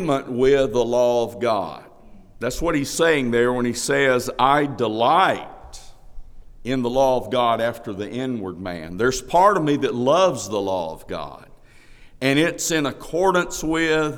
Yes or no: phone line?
no